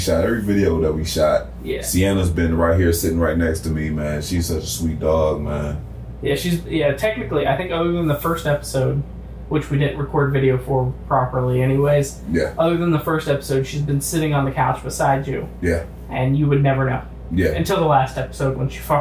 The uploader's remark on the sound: terrible sounding mics